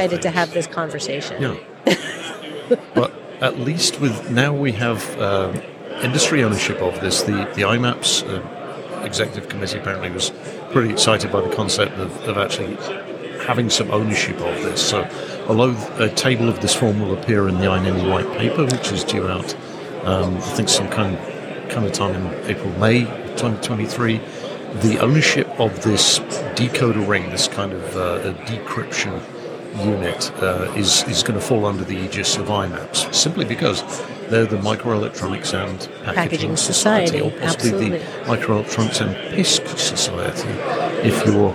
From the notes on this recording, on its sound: Recorded at IMAPS DPC 2023.